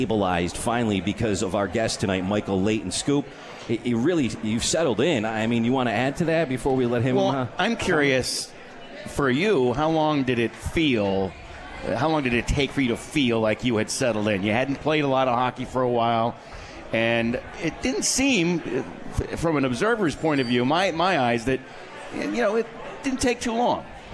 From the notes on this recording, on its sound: On KROCK at the 72 Tavern & Grill.